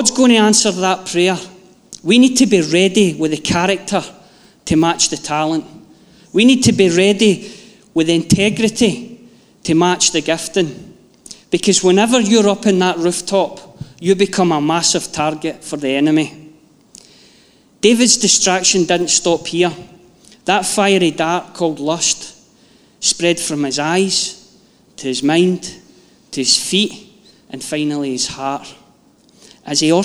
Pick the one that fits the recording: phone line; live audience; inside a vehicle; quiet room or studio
live audience